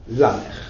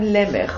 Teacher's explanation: It's called the pausal form, which in classical Hebrew, when you have a word either at the end of a verse, or at the etnachta, which is like the comma, the semicolon, which divides each Hebrew verse in the Bible, there it changes from a short vowel to a long vowel